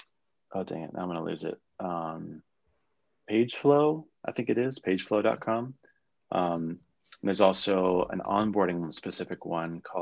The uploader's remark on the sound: I figured I could strip out the audio of our Zoom chat for a surprise Weekend Drop!